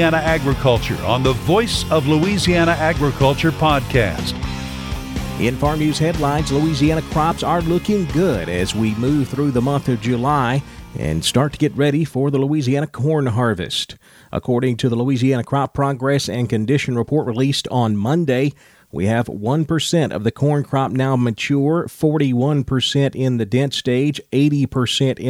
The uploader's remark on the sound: At the Louisiana Farm Bureau Convention a couple of weeks ago we caught up